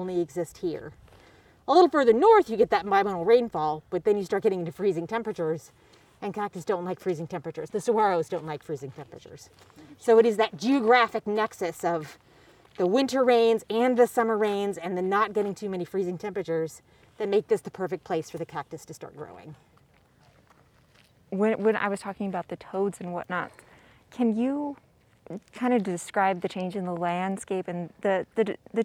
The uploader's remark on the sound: Getting outdoors in the Arizona winter. The Buzz heads outside with visitors and locals alike.